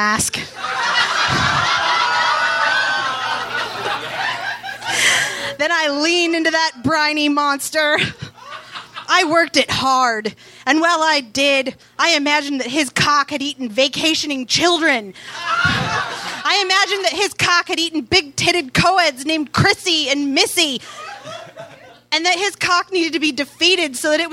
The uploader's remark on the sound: Recorded live at the Rendezvous in Seattle